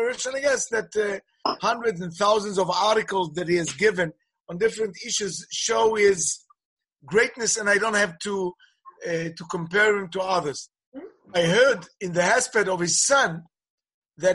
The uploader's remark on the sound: Presented at a ZOOM teleconference on the eve of Yom Yerushalayim.